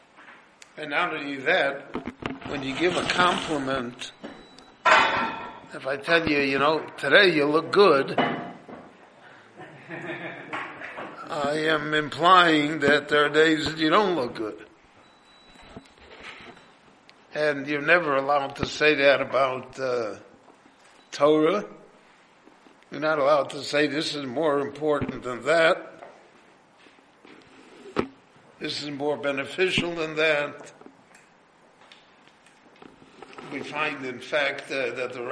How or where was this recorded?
live audience